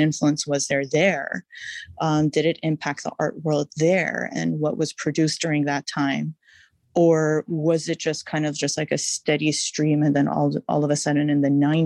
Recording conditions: video call